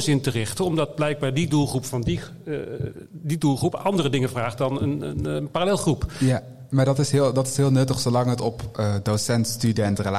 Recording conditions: live audience